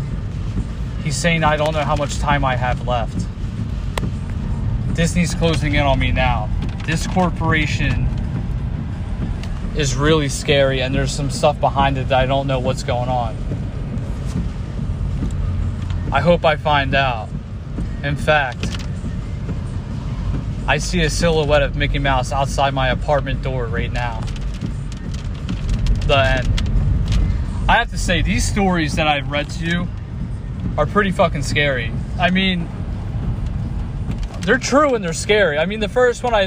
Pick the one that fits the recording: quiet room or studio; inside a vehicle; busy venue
inside a vehicle